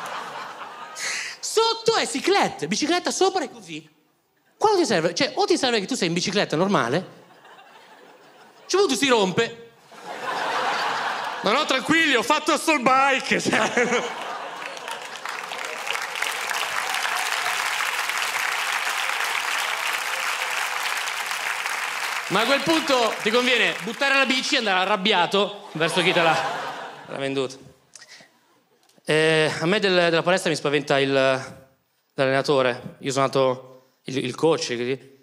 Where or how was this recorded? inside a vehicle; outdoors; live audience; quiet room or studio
live audience